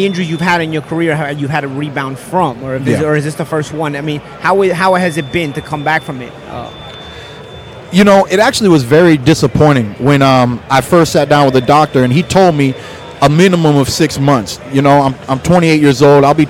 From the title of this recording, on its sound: Live From the Showtime 154lb Championship Triple-header Weigh In!